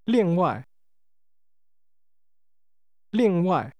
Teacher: This is pronounced with two falling tones.